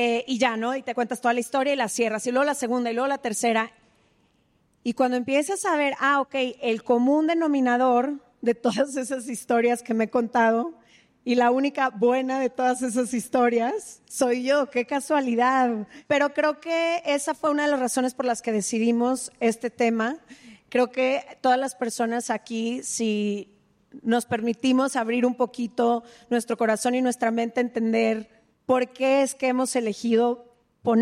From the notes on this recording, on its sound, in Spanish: “Se Regalan Dudas: Episodios en vivo” desde el Lunario del Auditorio Nacional en CDMX